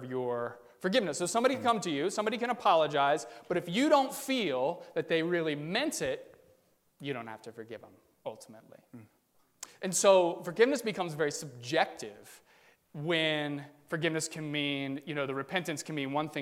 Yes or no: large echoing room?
yes